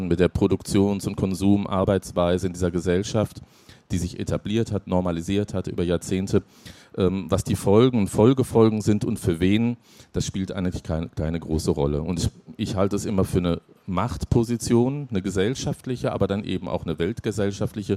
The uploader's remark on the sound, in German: auf der Leipziger Buchmesse